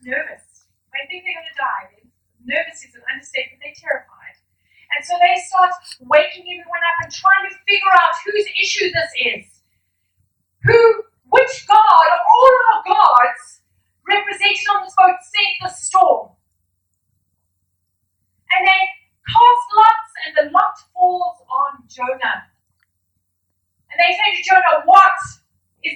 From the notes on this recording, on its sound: We apologise for the poor audio quality.